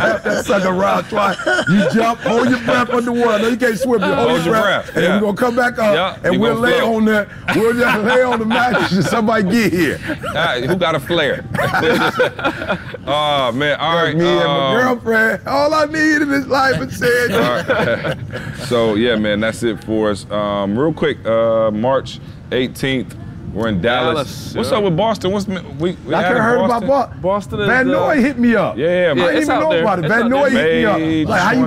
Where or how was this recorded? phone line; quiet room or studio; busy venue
busy venue